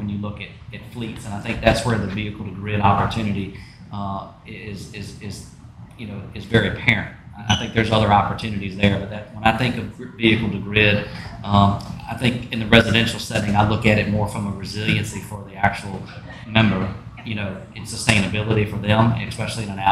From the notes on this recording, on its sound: A special recording LIVE from the Electric Vehicle Fall Festival